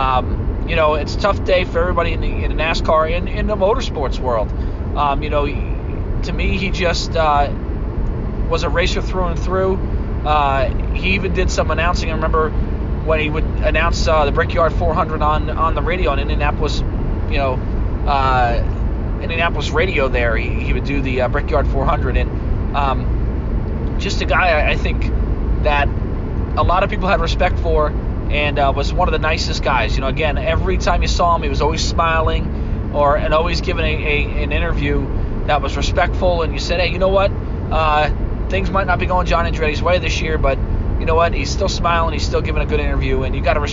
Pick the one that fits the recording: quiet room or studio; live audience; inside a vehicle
inside a vehicle